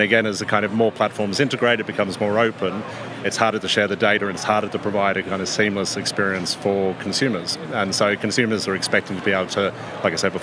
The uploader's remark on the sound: Recorded in partnership with Banking Circle Group at Money20/20 Europe, that took place in Amsterdam. We recorded a series of interviews on the Banking Circle booth with a number of the speakers from the conference.